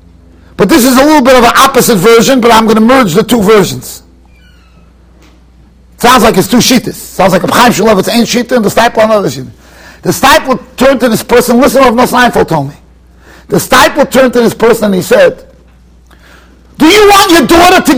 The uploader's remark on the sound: Shiur recorded in Yeshivas Ohr Reuven, Monsey, NY.